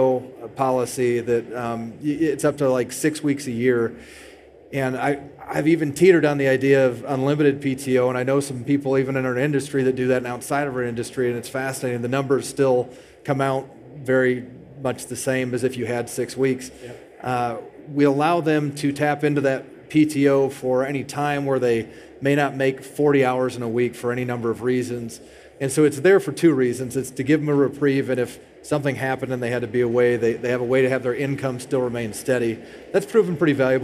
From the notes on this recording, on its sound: Live panel at the Car Wash Show ™ 2023 in Las Vegas. Live panel at the Car Wash Show ™ 2023 in Las Vegas.